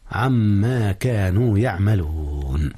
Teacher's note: هنا إدغام يا أستاذنا. إدغام نون عن في ما، وقد أدغم إدغام غنة.